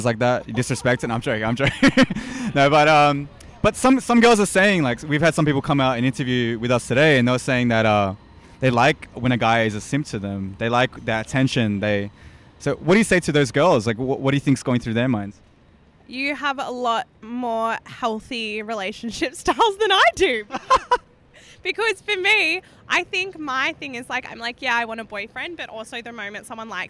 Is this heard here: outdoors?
yes